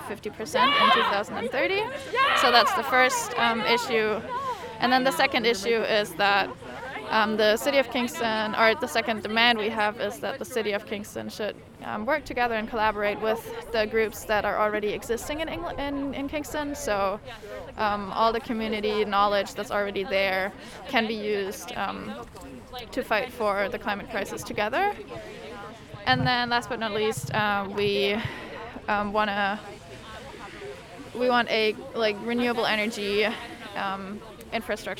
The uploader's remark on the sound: On Site at the Climate Rally